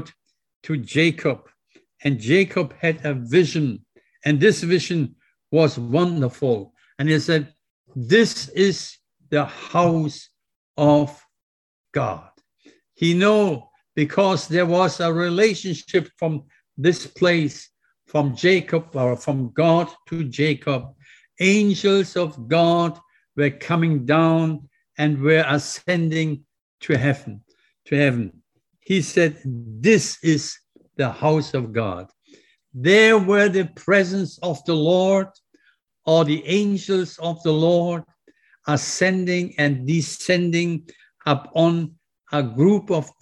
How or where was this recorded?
large echoing room